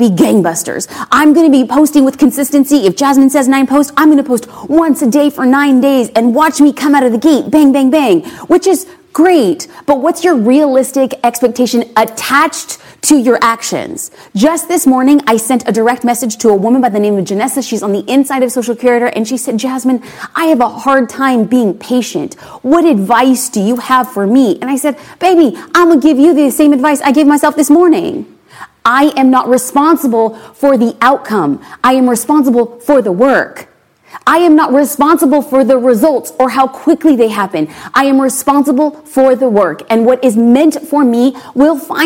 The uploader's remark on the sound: I also took the time to answer questions from the live audience.